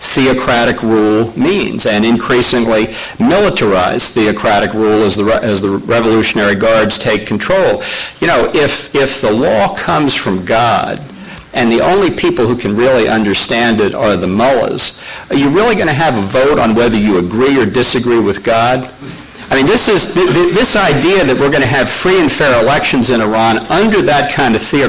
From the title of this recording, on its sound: Keynote Address at Limited Government Conference